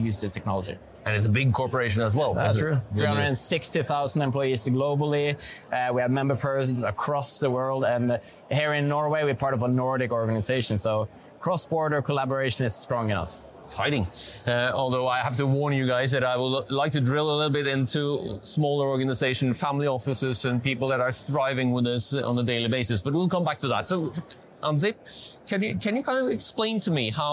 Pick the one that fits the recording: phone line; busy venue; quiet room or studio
busy venue